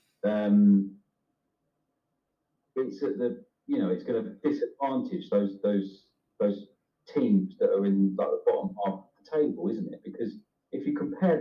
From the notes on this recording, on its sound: Major technical difficulties has probably ruined this episode.